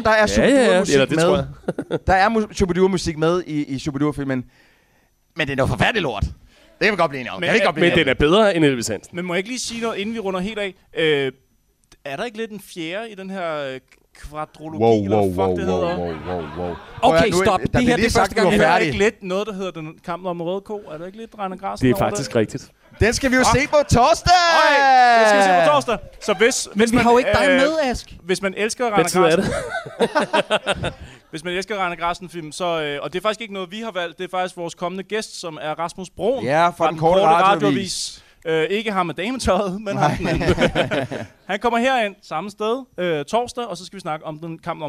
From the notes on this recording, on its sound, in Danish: Denne gang LIVE med en fantastisk film. Afsnittet er optaget i Huset - KBH, og stemningen var mildest talt fremragende.